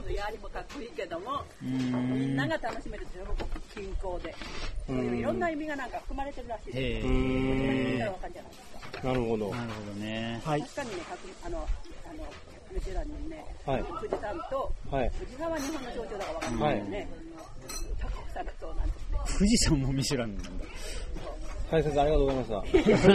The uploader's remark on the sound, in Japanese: 初めて高尾山の登山をしました。頂上でそばを食べながら収録しました。